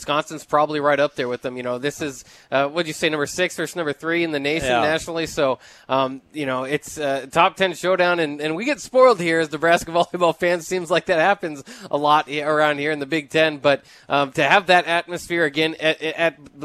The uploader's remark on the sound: Tailgate Tuesday live from Chick-Fil-A